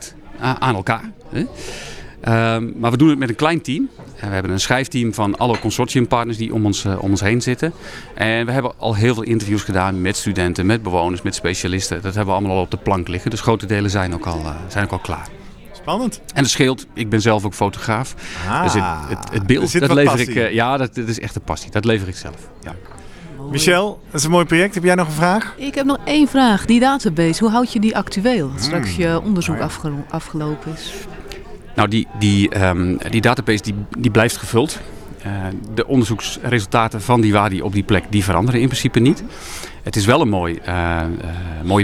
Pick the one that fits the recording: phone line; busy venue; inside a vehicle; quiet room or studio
busy venue